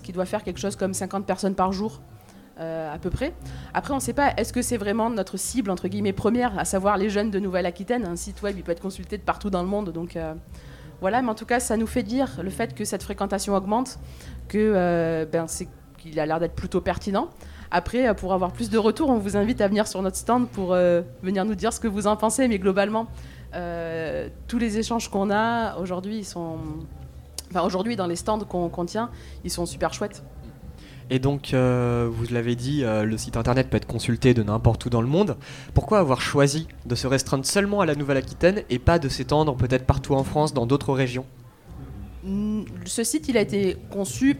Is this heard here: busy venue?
yes